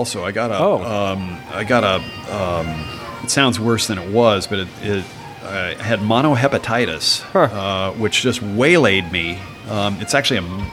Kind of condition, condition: setting, busy venue